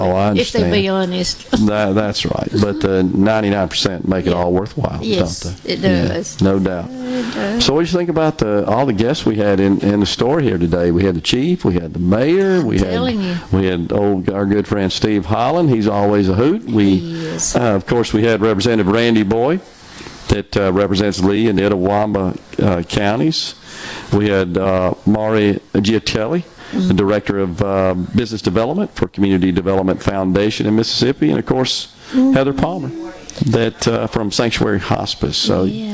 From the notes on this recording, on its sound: LIVE from Stone's Jewelry in Tupelo collecting blankets and monetary donations to benefit Sanctuary Hospice.